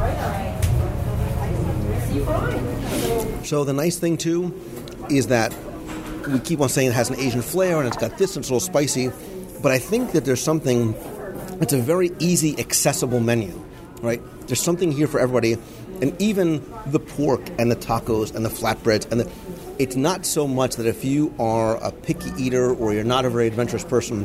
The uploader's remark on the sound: LIVE review of Captain Cook’s At Disney’s Polynesian Resort. I visit the newly reopened Captain Cook’s counter service restaurant at Disney’s Polynesian Resort in Walt Disney World and sample many (many) items from the new menu in this live restaurant review.